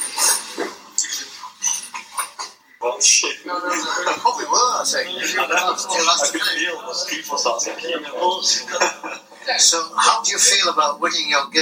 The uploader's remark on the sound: This is the private and unedited record of the Social Chess evening of a club famed for its good atmosphere. I have produced this semi-audible record of snatches of the highlights of the evening. As my recordings took place during pauses between rounds, the background noises completed with my audio notes.